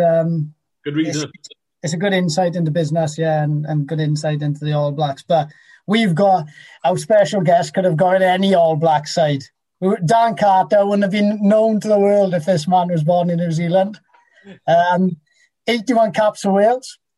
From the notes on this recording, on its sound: Via Zoom